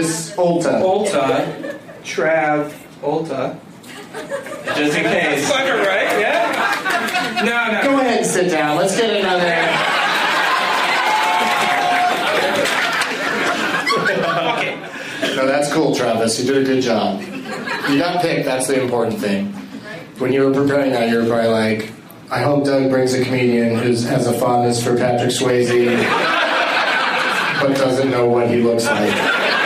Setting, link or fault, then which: setting, live audience